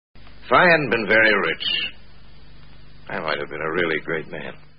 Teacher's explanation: Had not becomes hadn't. Also, if you listen closely to …, he faintly says have